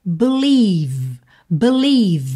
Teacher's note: esse encontro vocálico, vai soar i, gordinho mesmo, recheado